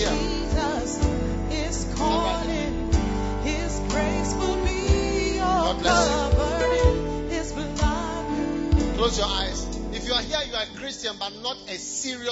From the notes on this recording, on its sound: Preached at First Love Church, Legon